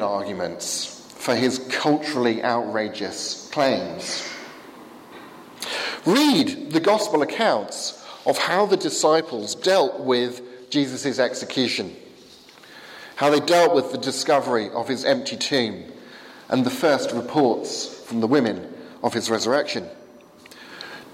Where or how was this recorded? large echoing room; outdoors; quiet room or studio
large echoing room